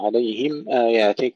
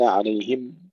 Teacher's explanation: إظهار تسكين الميم وإظهار الهمزة بعدها، تحقيق الهمزة · Shown in: first take